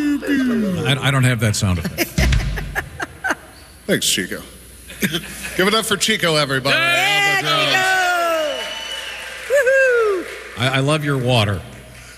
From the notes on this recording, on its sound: We are live from the Indiana State Fair!